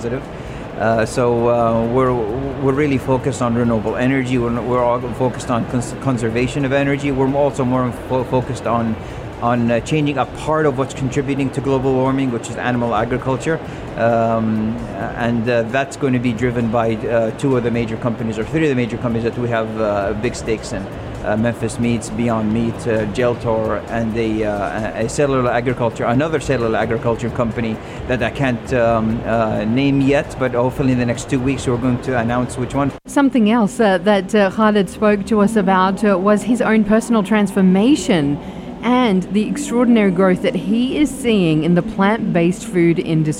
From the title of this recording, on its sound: at the Sharjah Entrepreneurship Festival (26.11.2019)